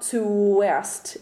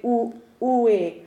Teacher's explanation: You don't want a diphthong, you don't want a glide. You want them to be two completely separate vowels. · Shown in: second take